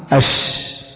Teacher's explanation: انتشار الريح في الفم عند النطق بحرف الشين · Term: التفشي